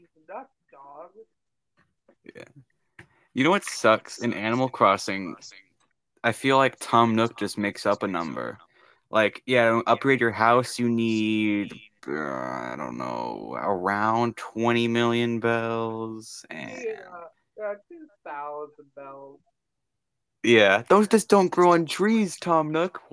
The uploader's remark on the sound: Sorry If the audio is a bit choppy.